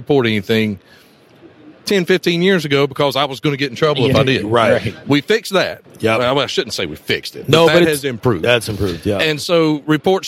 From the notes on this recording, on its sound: we are at the #Trees & #Utilities #2023 Conference